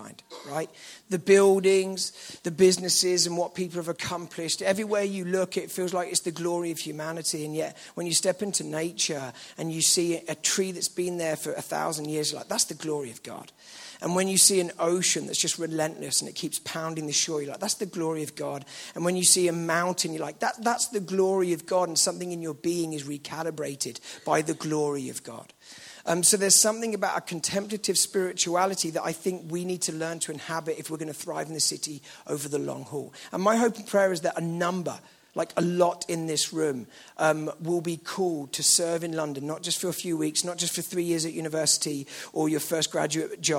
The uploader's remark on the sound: at the KXC Weekend Away